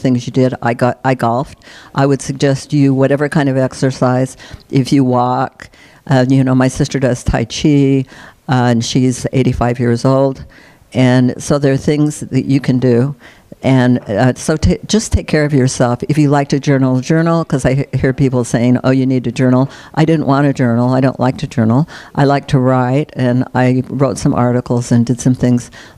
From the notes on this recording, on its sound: At the 44th annual conference for the Association for Death Education and Counseling (ADEC)